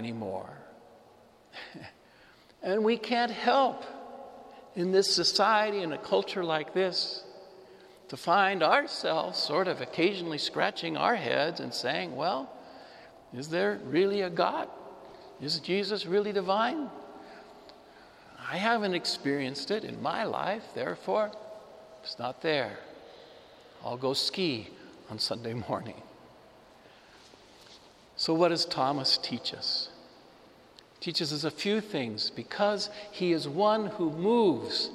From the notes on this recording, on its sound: This homily was preached before the Saint Francis Catholic Community of Cuenca in the Iglesia de San Francisco, Cuenca, Ecuador.